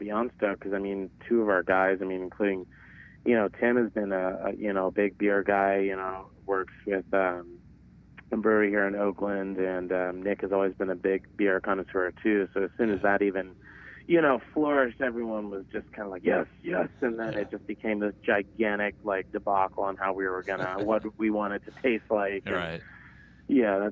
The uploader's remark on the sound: over the phone for a short interview